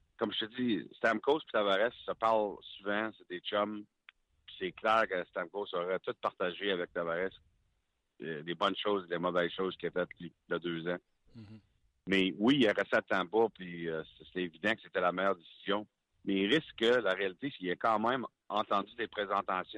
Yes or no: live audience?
no